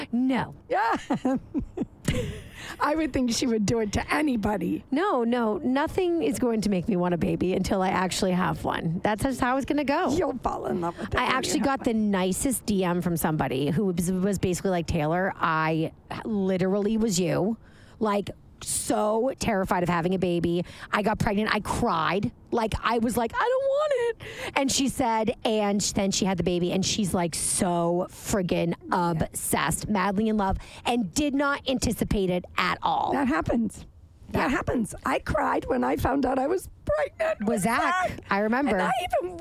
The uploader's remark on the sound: recorded this bitch in the car on the way to the airport